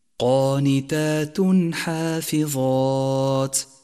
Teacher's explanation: أن يظهر التنوين وأن يظهر ما بعده من غير غنة أو تشديد · Term: الإظهار